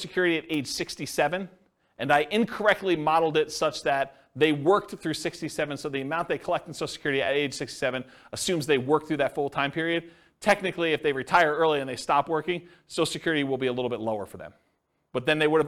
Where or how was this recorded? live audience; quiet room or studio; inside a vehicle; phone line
live audience